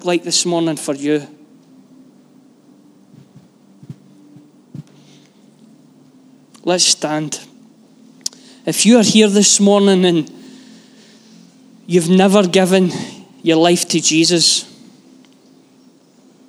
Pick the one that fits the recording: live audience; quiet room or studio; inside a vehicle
live audience